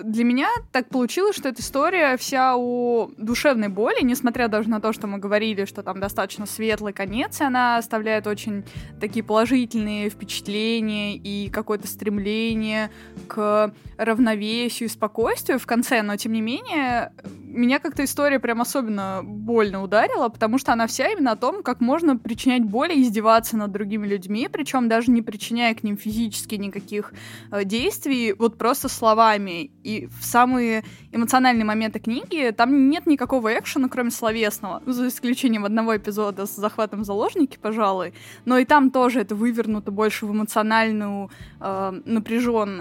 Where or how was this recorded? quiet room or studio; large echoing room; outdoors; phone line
quiet room or studio